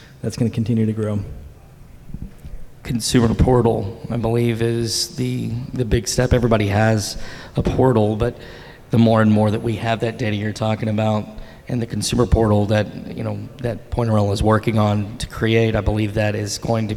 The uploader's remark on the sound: At Point of Rental's 2023 International Conference, we welcomed several rental leaders up to the stage